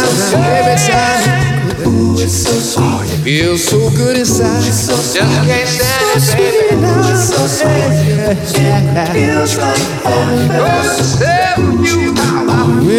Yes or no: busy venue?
yes